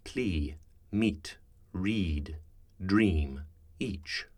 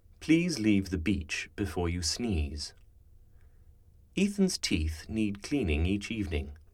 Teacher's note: Traditional RP uses a pure E sound. This is a sound common across many, many dialects, though in RP it's quite closed.